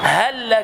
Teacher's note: هل هذه أصلا ساكنة، هل أخذنا لام الفعل ولام الحرف، هل لام ساكنة، لك لام مفتوحة، لك لام مفتوحة، فأدخلنا الحرف الساكن في المتحرك فصار عندنا حرفا واحدا مشددا اللام الثانية، ولذلك اللام الأولى ما تلاقيش عليها تشكيل، يبقى هل لك، يبقى لام ولام حرفين. · Term: الإدغام